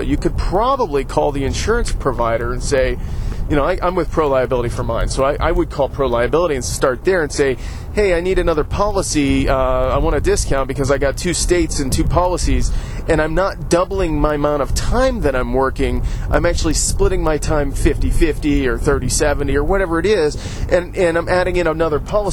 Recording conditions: inside a vehicle